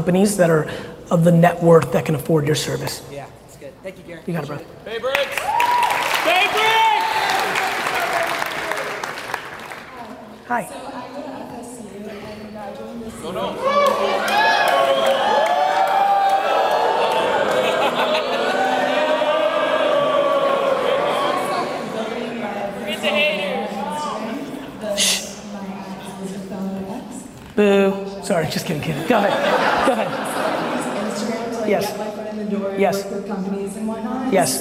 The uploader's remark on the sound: Complete fire coming out of this keynote at Tampa Startup Week.